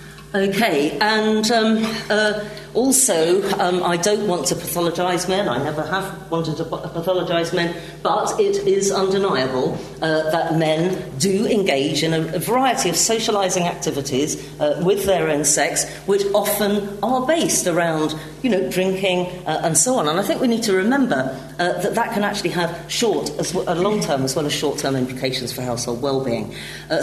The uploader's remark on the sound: Gender Institute 20th Anniversary Conference keynote